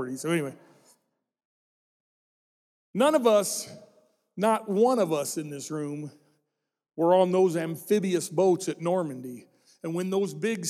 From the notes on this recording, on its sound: This message was recorded during our "Celebrate America" service.